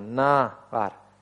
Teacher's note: «Эвед». «Наар» – два слога, ударение падает на первый